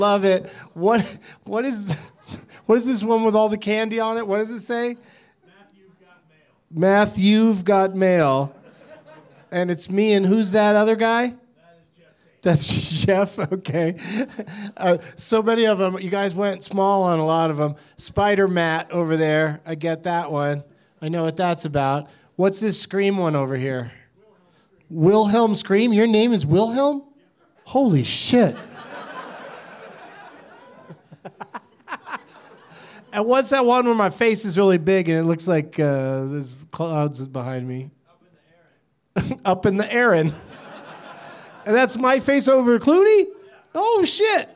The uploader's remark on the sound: Live from Reno Tahoe Comedy in Reno